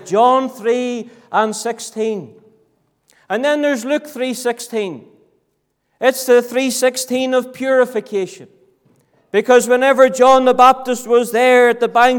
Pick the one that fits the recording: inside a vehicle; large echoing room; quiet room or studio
large echoing room